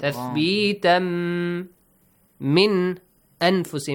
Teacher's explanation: Tathbitan, tanween plus mim. Merge them, idgham.